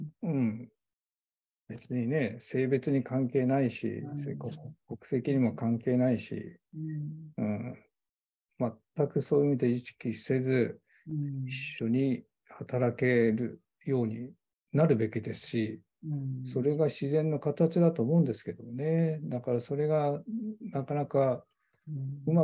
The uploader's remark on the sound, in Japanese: 収録場所： オンライン (Zoom)。